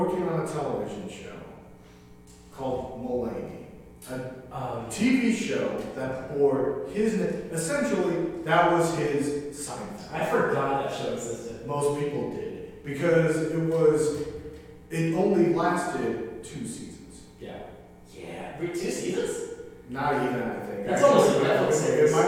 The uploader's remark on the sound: In a live stream event for Omaha's Backline theater. This was filmed live in an empty theater during the quarantine and as such, the quality of the audio is not the same as it usually is and we apologize for that.